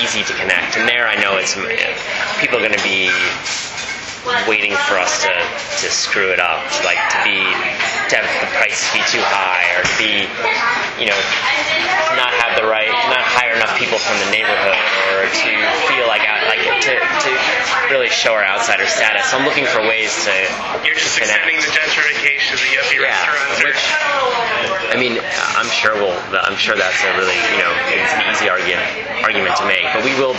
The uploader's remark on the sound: I apologize for the background noise on this one as we recorded it in the busy front room of Lula cafe.